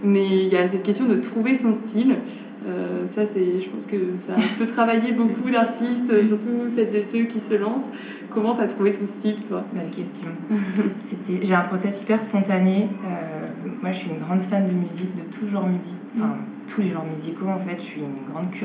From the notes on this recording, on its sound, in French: Cet épisode a été enregistré en live lors de la table ronde que j'ai animé le 18 mars sur la dernière exposition organisée par le Cercle des Artistes : "Agora".